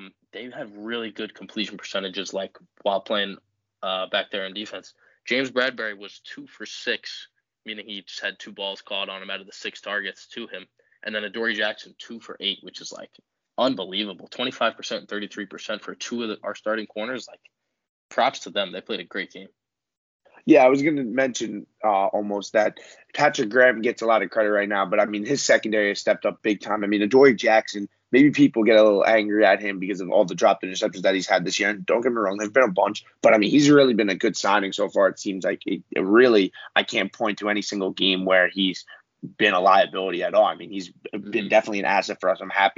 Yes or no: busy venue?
no